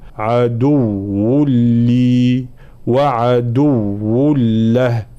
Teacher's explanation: في قوله تعالى يأخذه عدو لي، هنا صعب قليلا في تحقيق التشديد في الواو ثم تشديد اللام، عدو لي وعدو له، فالانتباه يجب نبين تشديد الواو مع الضم هنا وكذلك تشديد اللام